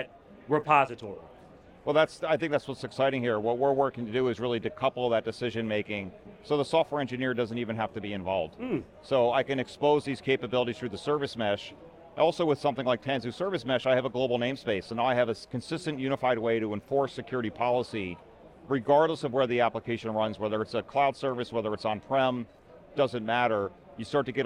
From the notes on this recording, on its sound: Recorded at VMware Explore 2022.